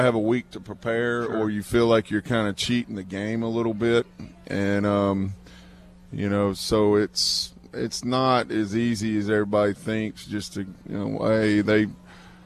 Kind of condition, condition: setting, busy venue